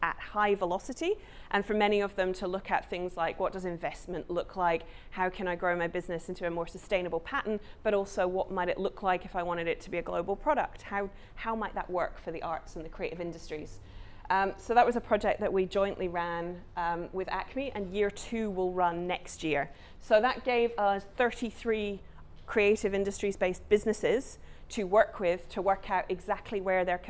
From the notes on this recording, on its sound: This podcast has been recorded at Communicating the Arts Sydney 12-14 November 2019